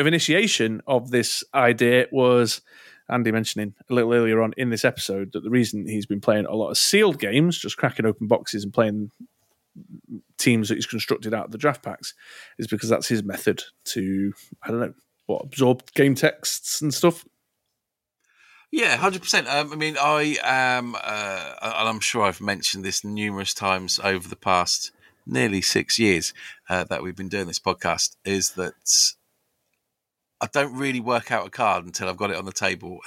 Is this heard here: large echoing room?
no